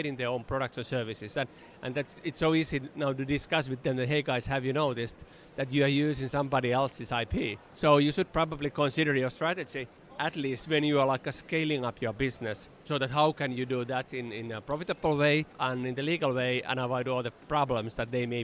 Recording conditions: busy venue